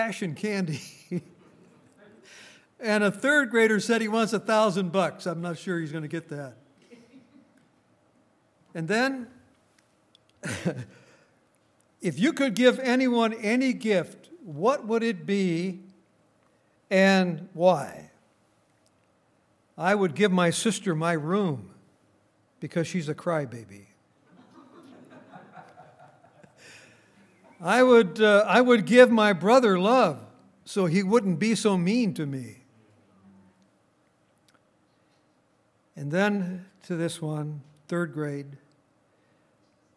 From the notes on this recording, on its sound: Recorded on December 23, 2018, at Grace Bible Fellowship in Front Royal, VA.